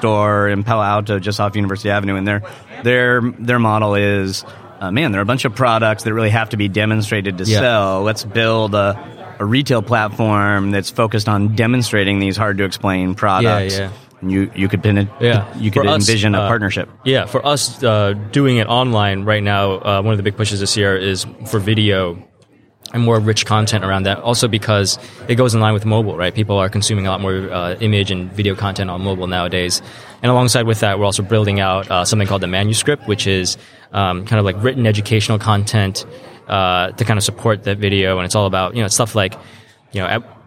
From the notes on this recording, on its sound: live from the NRF Big Show